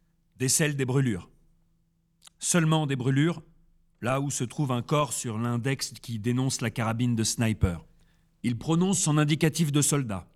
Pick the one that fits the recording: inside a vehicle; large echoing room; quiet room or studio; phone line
large echoing room